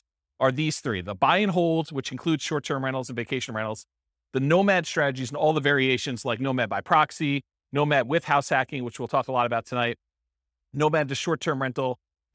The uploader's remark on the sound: This was a live class recorded